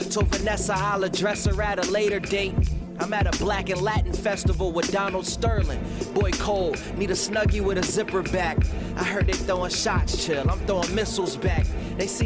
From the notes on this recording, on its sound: We record the podcast live from Brewer's Café - Richmond's best Café shop located at: 1125 Bainbridge Street, RVA.